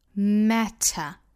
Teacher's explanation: 注意里面这个 t 的发音爆破送气还是非常明显的一个送气了